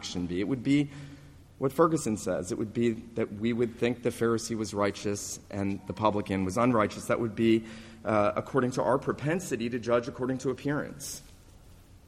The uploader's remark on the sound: This sermon was preached at the New Life PCA, La Mesa, CA Reformation Celebration service, on Sunday morning, November 3, 2019.